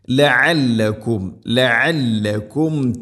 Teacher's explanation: ഇവിടെ ഐനിൻ്റെ ശബ്ദം അവർ മഖ്റജ് ശ്രദ്ധിക്കണം, തൊണ്ടയുടെ മധ്യഭാഗമാണ് ഐനിൻ്റെ മഖ്റജ്.